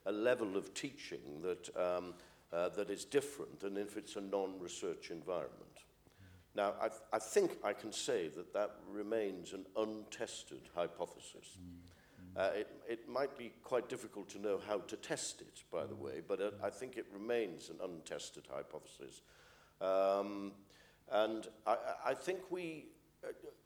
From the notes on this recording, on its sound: Audience Q&A. A Sydney Ideas event held at the University of Sydney.